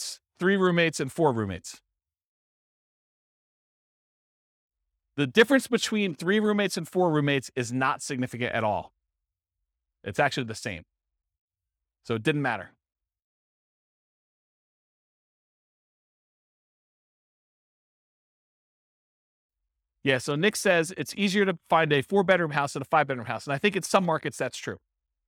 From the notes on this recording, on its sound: This was a live class recorded